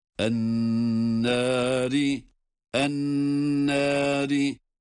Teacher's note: Nun şeddeli ve tutuyoruz